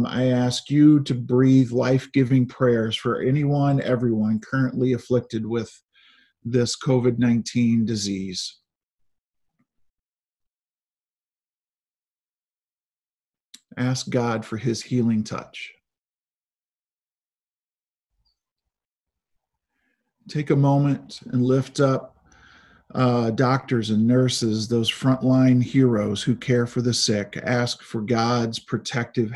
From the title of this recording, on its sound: Zoom Sunday